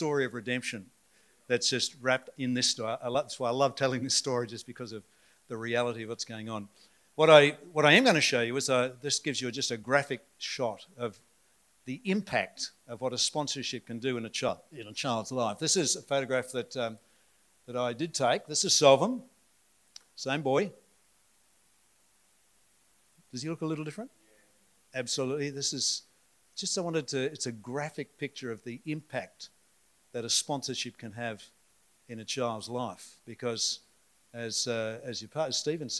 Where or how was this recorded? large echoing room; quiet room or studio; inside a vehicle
large echoing room